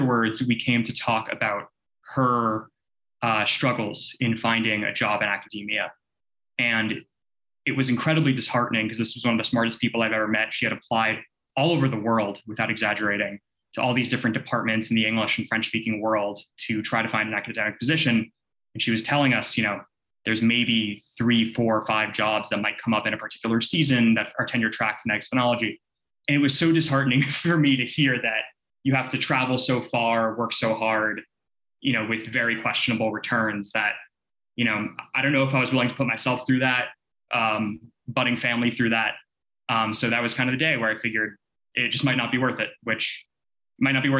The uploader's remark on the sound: This episode is an audio version of a virtual panel held at the Linguistics Career Launch in the summer of 2021.